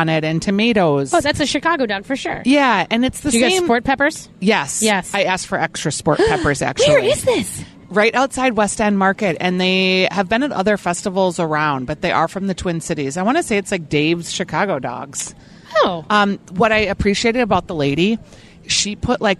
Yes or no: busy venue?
yes